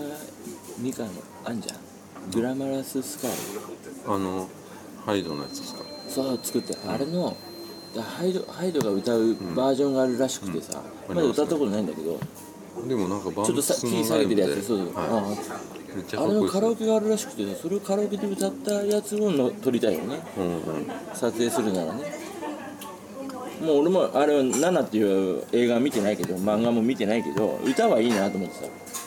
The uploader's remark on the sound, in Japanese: ファミレスにて